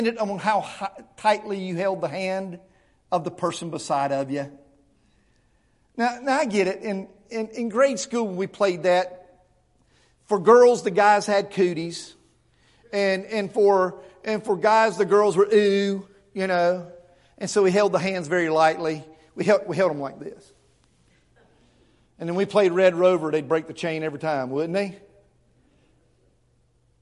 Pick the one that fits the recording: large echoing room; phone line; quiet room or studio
large echoing room